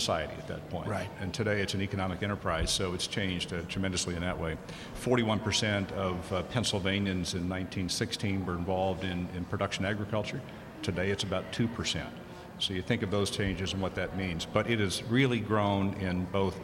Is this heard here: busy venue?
yes